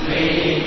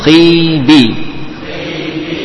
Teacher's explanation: Huruf kho di kasrah pun juga masih ada tafkhimnya.